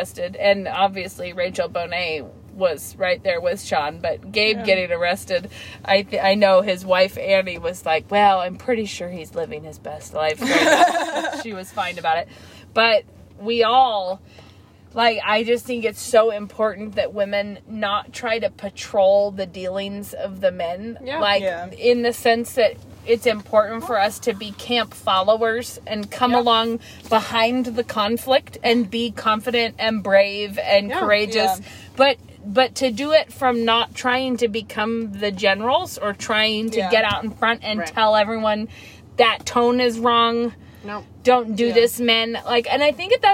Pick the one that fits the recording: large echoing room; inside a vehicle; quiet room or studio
inside a vehicle